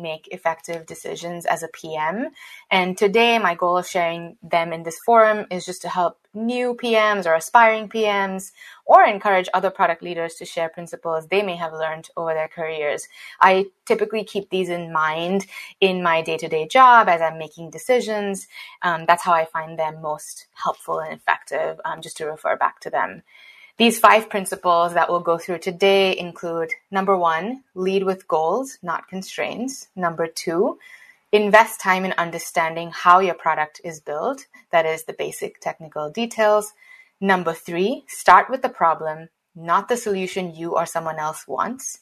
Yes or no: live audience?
no